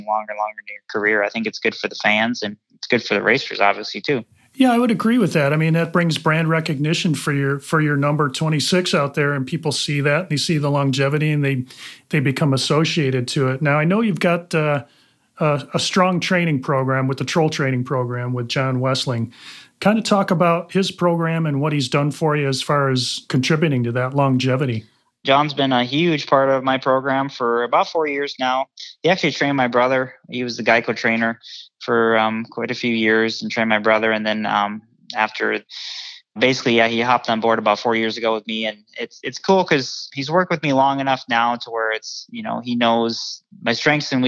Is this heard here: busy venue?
no